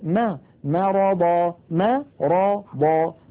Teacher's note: يفخم الميم، الميم ليست من الحروف المفخمة